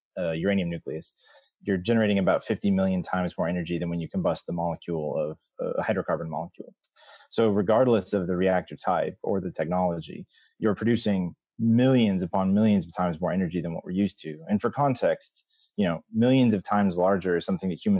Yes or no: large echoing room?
no